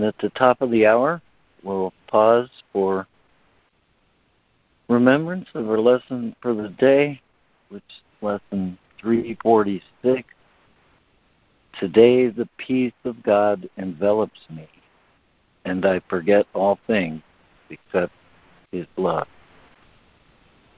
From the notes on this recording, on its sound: ACIM Daily Conference Call.